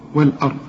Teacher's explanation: الراء مفخمة والضاد كمان مفخمة فقط، إنما بقية الحروف مرققة